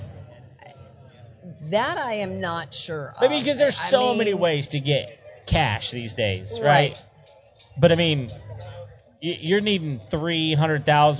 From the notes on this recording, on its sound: our live appearance